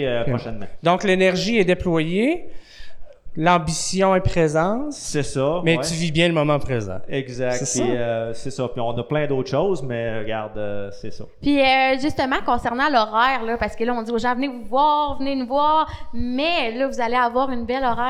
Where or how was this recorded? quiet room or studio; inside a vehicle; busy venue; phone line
busy venue